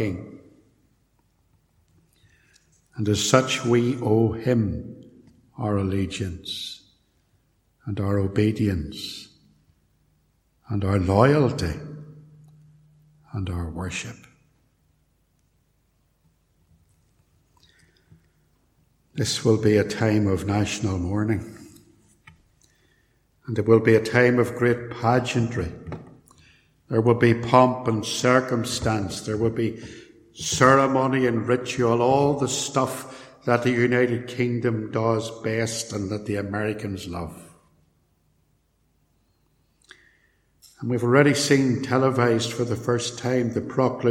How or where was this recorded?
large echoing room